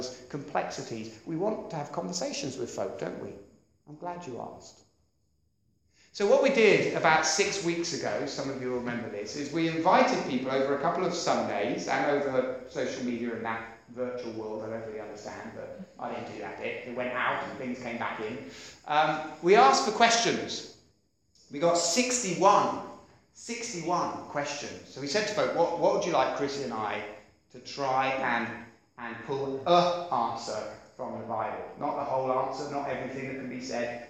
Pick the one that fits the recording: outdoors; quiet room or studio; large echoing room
large echoing room